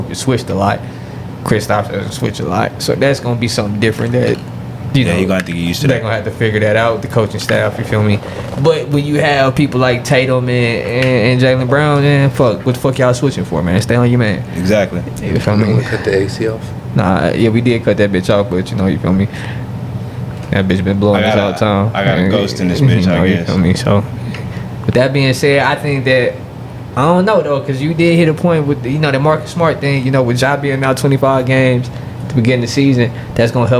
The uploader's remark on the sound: Live from the NBA DRAFT